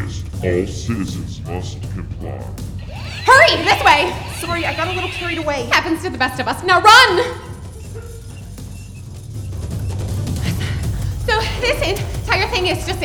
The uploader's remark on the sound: We had our first-ever MAT Live show. Listeners blew us away with the turn-out, showed us nothing but encouragement, and made for some pretty awesome impromptu foley artists later in the show.